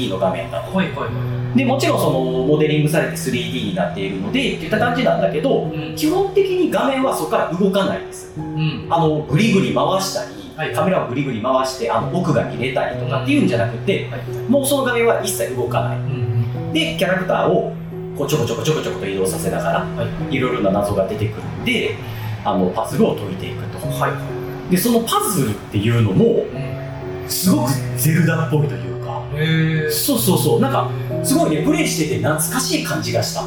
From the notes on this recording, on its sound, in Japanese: 録音環境が騒がしく編集・調整しておりますが、少し聞きずらい所がございます。